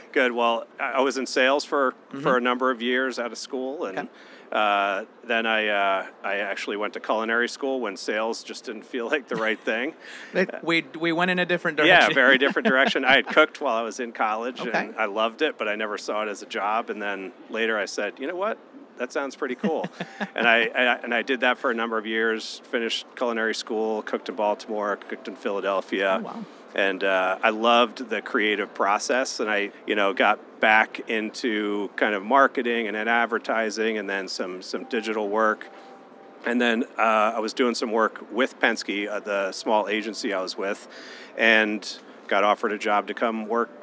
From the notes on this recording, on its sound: In this episode live from CES 2024